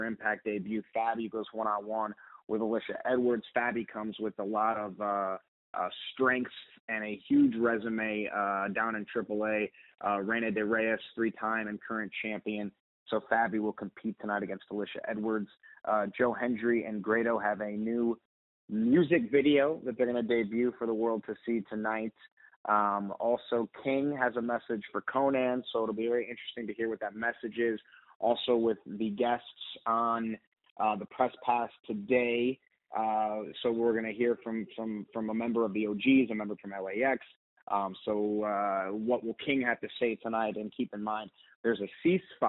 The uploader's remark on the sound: Media Teleconference Interview